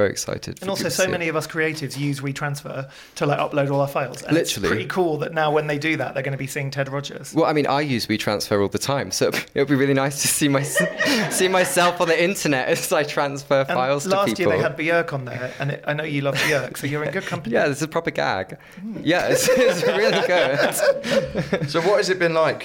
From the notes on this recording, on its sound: This episode was recorded in front of a live audience within their debut solo show at Quench Gallery.